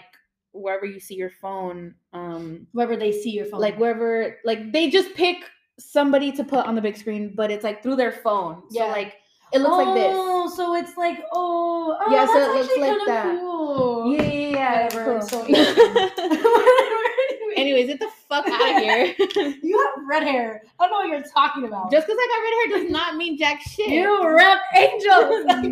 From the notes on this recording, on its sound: This episode is very loud and messy but just a simple conversation between friends.